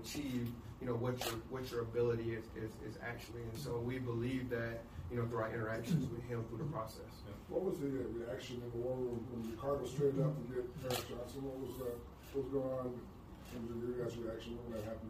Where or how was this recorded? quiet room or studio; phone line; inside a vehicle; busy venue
busy venue